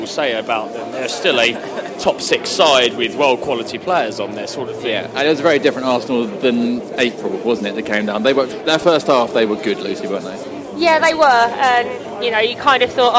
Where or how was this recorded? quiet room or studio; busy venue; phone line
busy venue